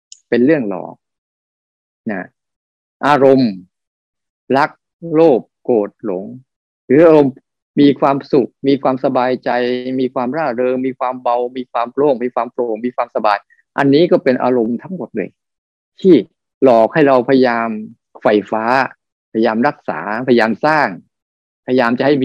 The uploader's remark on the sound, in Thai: คอร์สออนไลน์ (ผ่านโปรแกรม Zoom)